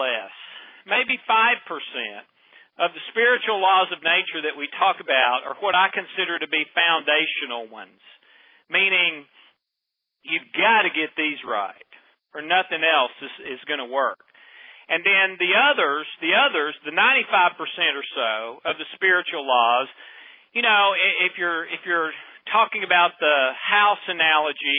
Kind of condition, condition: link, phone line